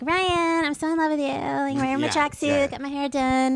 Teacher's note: she's got a little bit of vocal fry going on, but she's like totally Valley Girl. She's like so California.